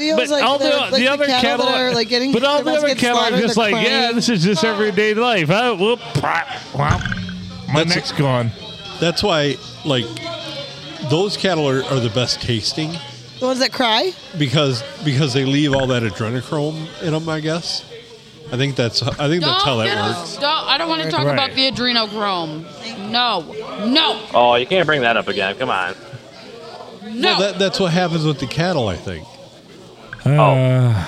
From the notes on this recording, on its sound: Recorded at the famous Blue Water Sports Bar and Grill in lovely downtown Port Sanilac on a Sunday.